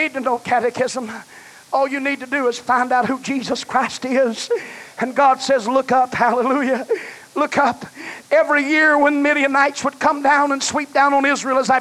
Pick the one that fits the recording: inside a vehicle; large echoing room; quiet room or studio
large echoing room